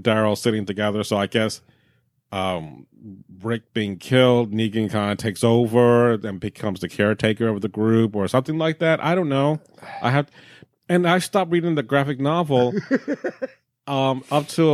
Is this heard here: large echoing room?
no